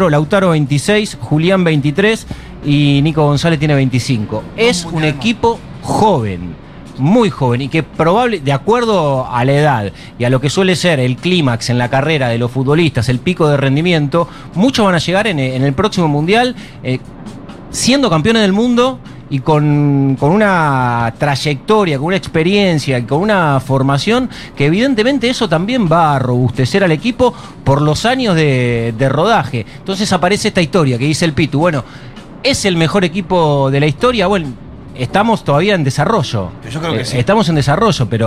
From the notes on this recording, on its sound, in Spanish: en vivo en Yunta Bar